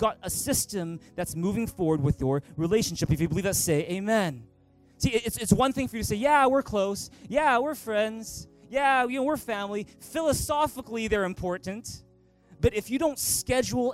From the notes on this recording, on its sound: Recorded on April 28, 2019 at THRIVE Church Vancouver, Canada